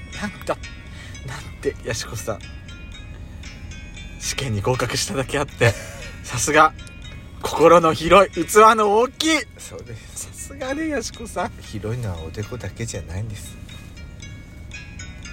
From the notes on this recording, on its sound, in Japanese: パーキング収録。